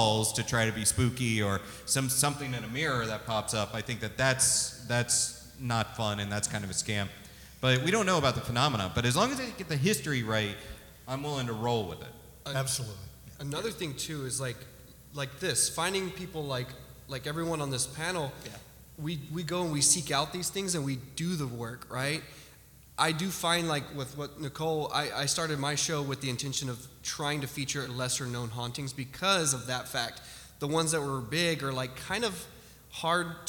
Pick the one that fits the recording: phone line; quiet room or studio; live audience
live audience